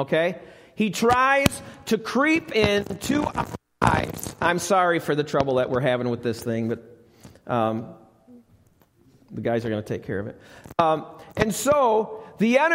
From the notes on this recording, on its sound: Recorded live at the Alabama Full Gospel Fellowship church.